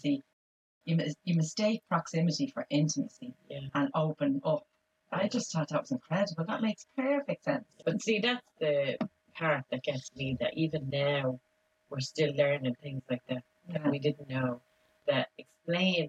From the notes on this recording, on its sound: apologies for the poor sound quality had some technical difficulties